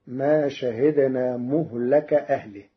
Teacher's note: قرأ ورش كلمة مهلك بضم الميم وفتح اللام فتصير ما شهدنا مهلك أهله، على أنه مصدر ميمي من أهلك، أي وجعلنا لإهلاكهم موعدا.